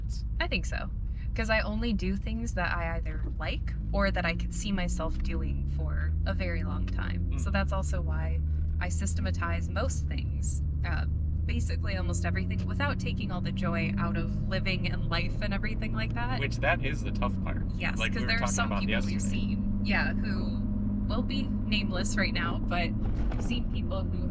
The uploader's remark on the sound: This week, we're sticking with our podcast habit by recording from the car. We had an audio snafu, but that won't stop us. Shure SM58 Microphones.